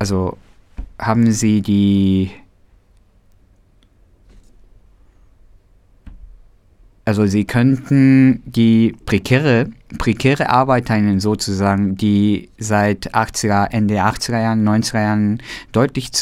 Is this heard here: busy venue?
no